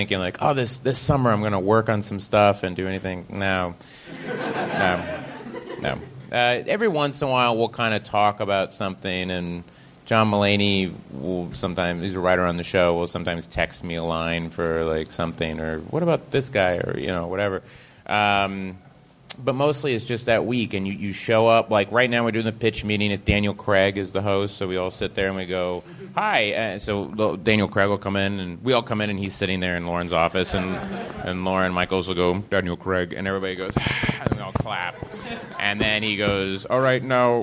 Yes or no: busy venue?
yes